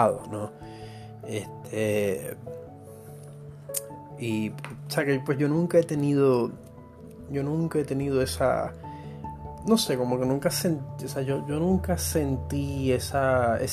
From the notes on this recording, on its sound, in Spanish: Este es el primer episodio grabado directo desde el mobil utilizando todas las herramientas de edición de la aplicación Anchor.